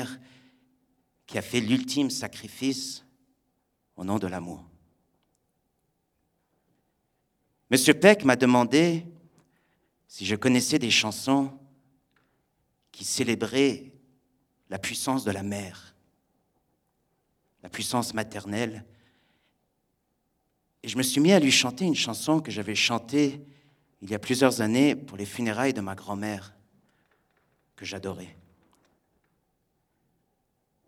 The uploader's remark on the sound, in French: Raconté sur scène le 22 octobre 2016 au Radio_Live de Magnéto